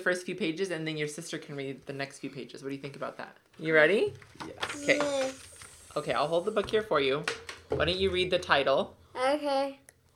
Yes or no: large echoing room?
no